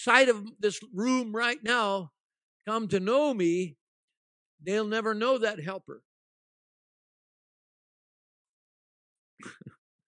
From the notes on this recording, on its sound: at ALife Church in Bellingham, Washington